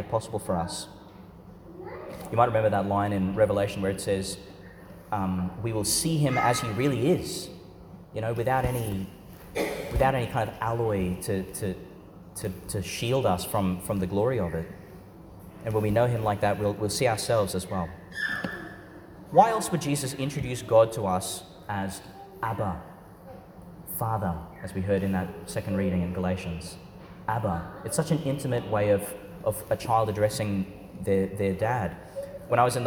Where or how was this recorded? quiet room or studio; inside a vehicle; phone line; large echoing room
large echoing room